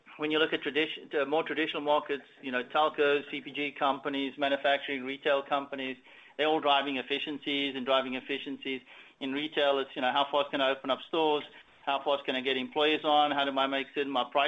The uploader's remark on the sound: Earnings Conference Call